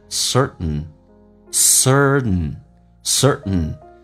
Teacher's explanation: 当 T 跟 N 在一起的时候，在美式发音经常会发现 T 是不发音的，然后气流阻塞一下